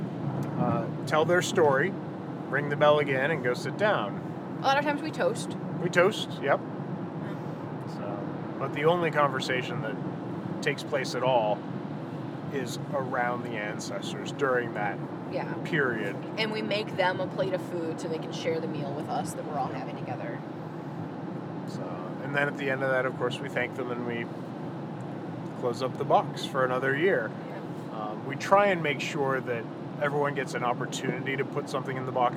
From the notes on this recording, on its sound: we were driving home from the Cantlos Druid Moon rite